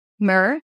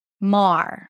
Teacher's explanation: No vowel in the middle, mer. Open ah sound in the middle, mar.